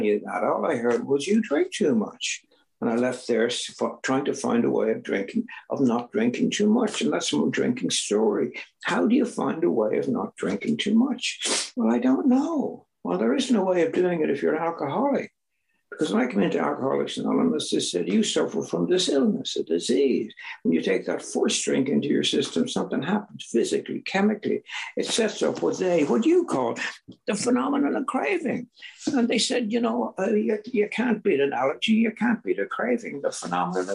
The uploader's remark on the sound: This was recorded at the Magical Mystery Tour Zoom Meeting in September of 2022.